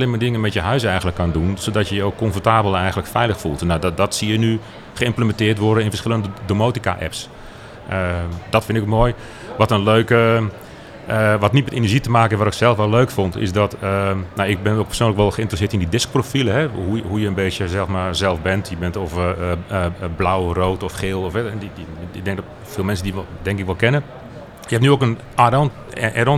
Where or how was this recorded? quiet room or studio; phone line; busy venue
busy venue